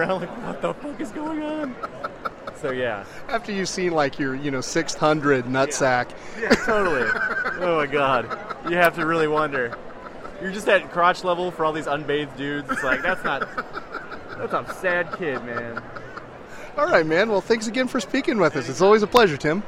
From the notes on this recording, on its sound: A "King" size episode straight from the aisles of Emerald City Comicon 2012.